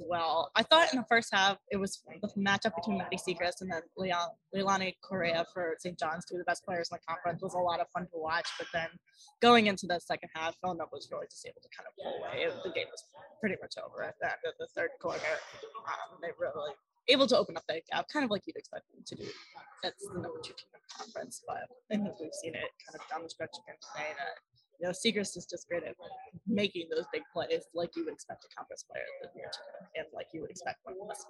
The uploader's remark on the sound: Coming to you live from the Big East tournament this week!